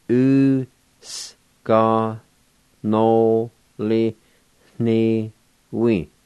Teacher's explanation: There's an H sound right before the N, the second part, and say with the H sound in front because that N is kind of nasalized.